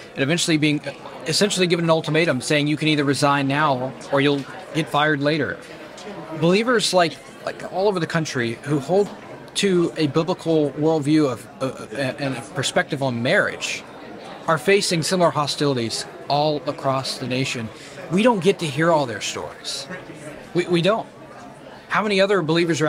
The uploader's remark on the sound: Team is checking in from Family Research Council’s Pray, Vote, Stand conference in our nation’s capital.